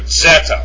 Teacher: pronounced with a D, like a DZ. It's zeta, it's not zeta, it's zeta, like, but it's mixed, you know, it runs together, zeta.